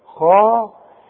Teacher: الخاء احنا قلنا مفتوحة اعلى درجات التفخيم، وعندي فوق الخاء الف عشان بيقول لي مد هذا الحرف حركتين.